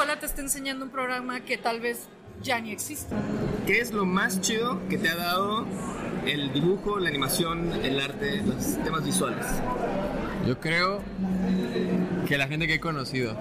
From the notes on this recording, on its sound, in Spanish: En el Festival Rayón 2022. El audio fue un poco caótico por estar en medio del evento.